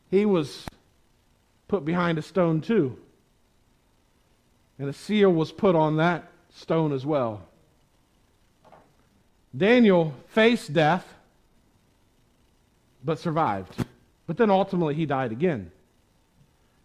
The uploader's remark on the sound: Preached on Sunday January 24, 2021 at the Tarrant Bible Methodist Church. Preached on Sunday January 24, 2021 at the Tarrant Bible Methodist Church.